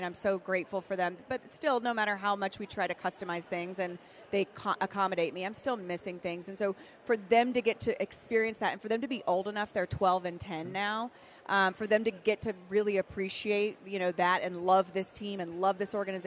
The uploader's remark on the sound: live from the Texas Rangers Toy Drive